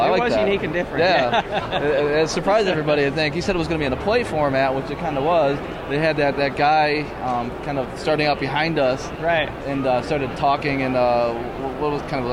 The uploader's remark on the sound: LIVE from VMware PEX 2012. LIVE from Las Vegas!